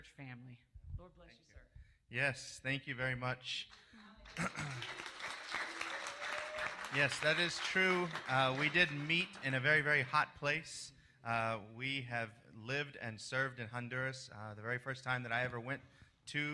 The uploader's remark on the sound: Originally recorded at The Church at Asheville in North Carolina on July 18, 2021. This episode of Life Talks with Connect Global on The Connection Podcast was originally recorded at The Church at Asheville in North Carolina.